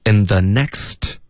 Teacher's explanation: 这是要咬舌尖的 n，这样呢你接着发 the 就可以把两个 n 的音然后 z 的音都发对，因为 z 就是舌尖碰上齿的一个摩擦音。嗯， And thenext， next 的这个特的音要省略，OK， next 就可以了，next， nexttime， time can you 要连读， timeyou，所以有点喵喵的这个意思了